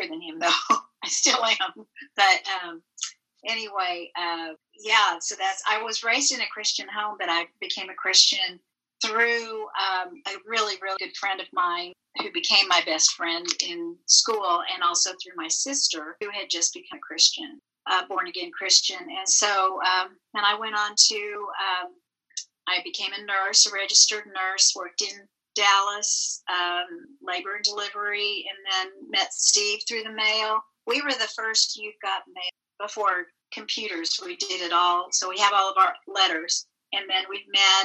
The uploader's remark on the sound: This was Zoom meeting #21